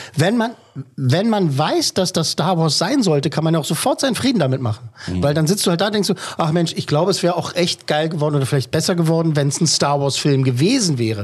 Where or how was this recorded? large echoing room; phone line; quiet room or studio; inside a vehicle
quiet room or studio